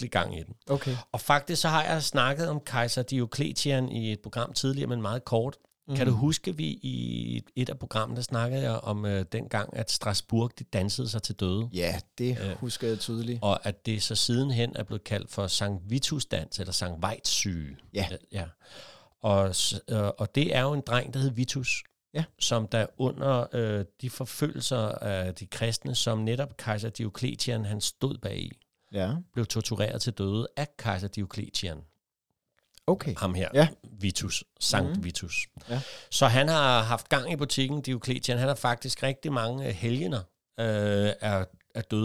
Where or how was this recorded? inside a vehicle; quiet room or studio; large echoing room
quiet room or studio